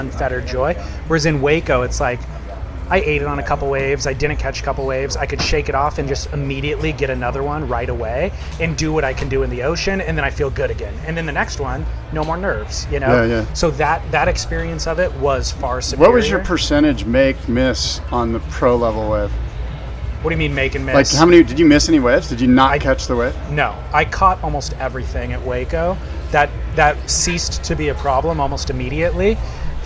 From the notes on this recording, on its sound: Live from Surf Ranch! Report live from the Surf Ranch Pro.